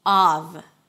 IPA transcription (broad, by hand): ɑːv